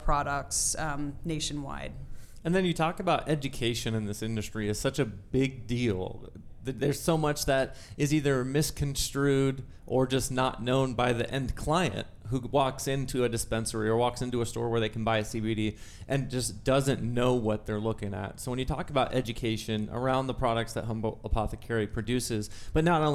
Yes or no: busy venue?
yes